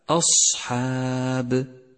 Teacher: صفة الصفير والاستعلاء والهمس في حرف الصاد من كلمة أصحاب، والفظه بشكل صحيح مفخما مهموسا مصفورا، هكذا أصحاب.